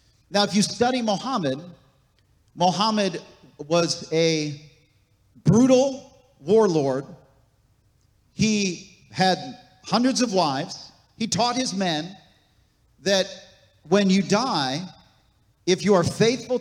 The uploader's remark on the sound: This message was recorded on October 15, 2023, at Gateway Church in Richmond, Indiana.